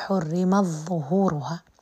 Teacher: أدغم تاء التأنيث في الظاء · Term: الإدغام